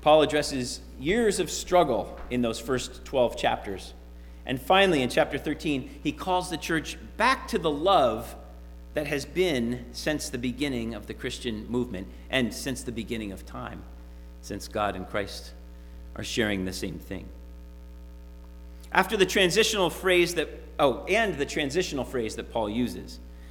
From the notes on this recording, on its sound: Sermon preached at RCHP on January 30, 2022.